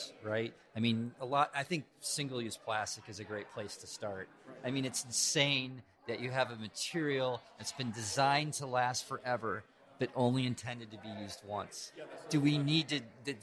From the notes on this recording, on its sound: Live from the Emerging Contaminants in the Environment Conference. A really cool conference.